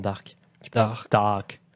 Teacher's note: Tu prononces pas le R en fait dans dark